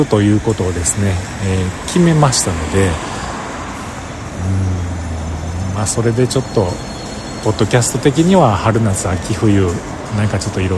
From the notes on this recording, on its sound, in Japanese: 帰りのバスを待ちながら収録しました。